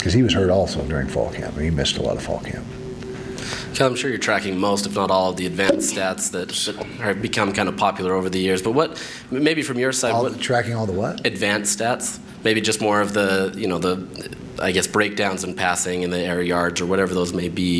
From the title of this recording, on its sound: Press Conference - September 9, 2019